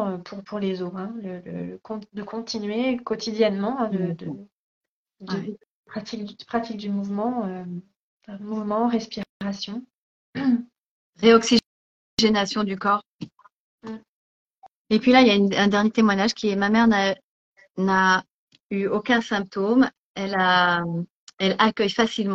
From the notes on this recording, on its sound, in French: il s'agit d'une rediffusion d'un live Instagram